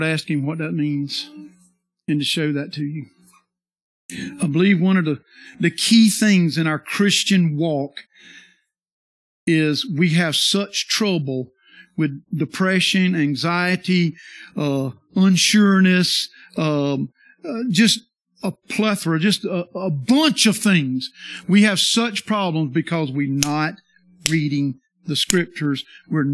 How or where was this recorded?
large echoing room